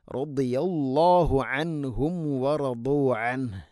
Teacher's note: ദാദ് ഉച്ചരിക്കുന്ന സമയത്ത് നാവിൻ്റെ ഏതെങ്കിലും ഒരു സൈഡ് അണപ്പല്ലുകളോട് ചേർന്ന് നിൽക്കുന്ന ഊരിൽ തട്ടി നീളത്തിൽ തട്ടിക്കൊണ്ടായിരിക്കണം. അതേസമയം ദാദ് ഹെവി ലെറ്ററാണ്, സ്വരഭാരത്തിൽ ഉച്ചരിക്കേണ്ട അക്ഷരവുമാണ്.